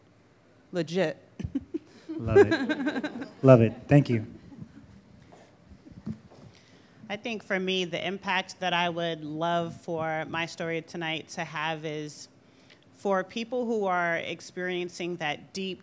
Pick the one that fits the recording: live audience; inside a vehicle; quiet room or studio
live audience